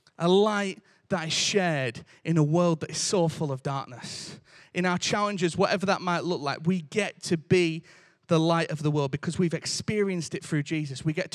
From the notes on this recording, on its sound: Recorded live at Life Church Lancashire on Sunday 18th December 2022